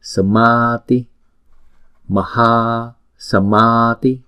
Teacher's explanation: Cái chữ sa và chữ ti mỗi âm là một nhịp thôi, còn chữ ma là hai nhịp. Tương tự như vậy ha, chữ maha là chữ ma là một nhịp, chữ ha là hai nhịp.